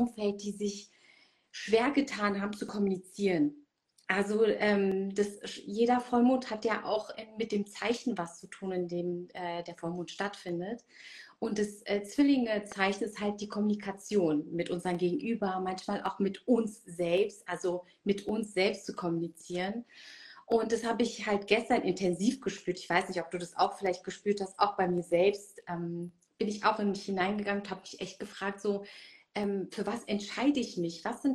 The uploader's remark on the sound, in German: Heute hörst du einen Mitschnitt aus einem Instagram Live